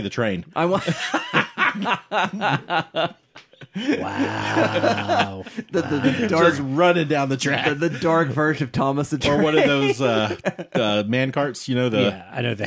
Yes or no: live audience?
no